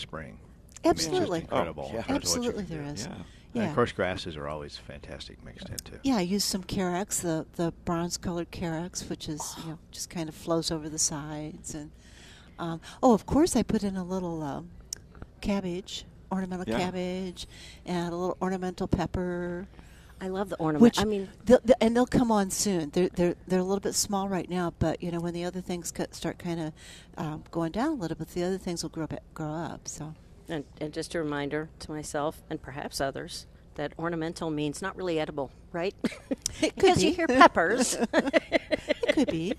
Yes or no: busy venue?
yes